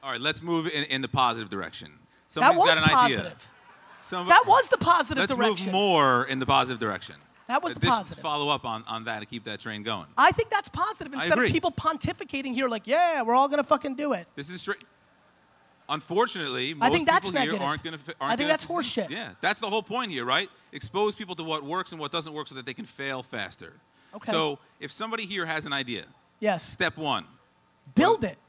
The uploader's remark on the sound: Propeller Fest Keynote 2016